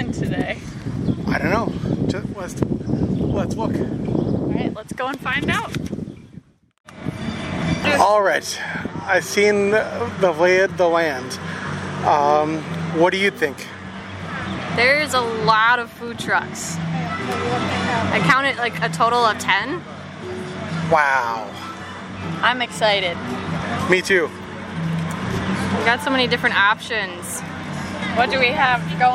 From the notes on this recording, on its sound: They also record live from Food Truck Friday in Eau Claire.